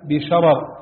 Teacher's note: وأمال أيضا فتحة الراء قليلا في قوله عز وجل في المرسلات بشرر